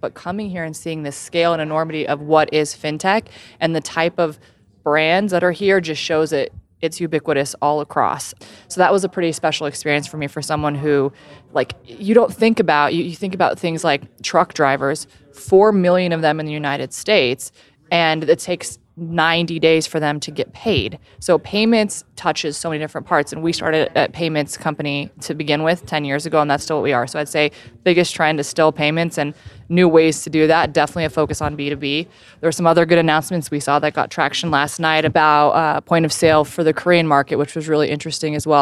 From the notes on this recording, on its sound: A special set of interviews from Money20/20 Las Vegas, one of the largest Fintech Conferences in the world. We spent a long time looking for a quiet space to record our episode, and when the only available area was an empty corner with no chairs or tables.